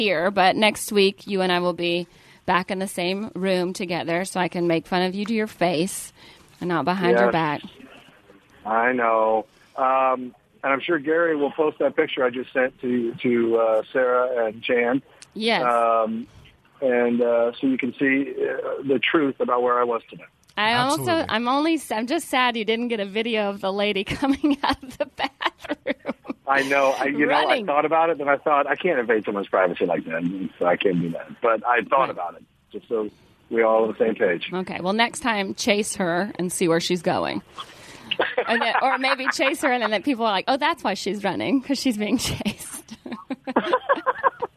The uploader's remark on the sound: Live from Sky Harbor International Airport. Phones in from outside the ladies room at Sky Harbor International Airport.